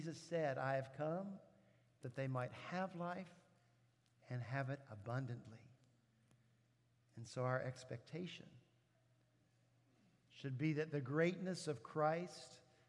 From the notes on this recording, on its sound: At Redeemer Presbyterian Church in Charleston, SC